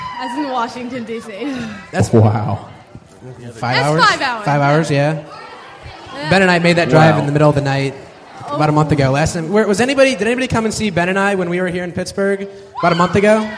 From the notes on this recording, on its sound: MuggleCast is LIVE from Pittsburgh, Pennsylvania this week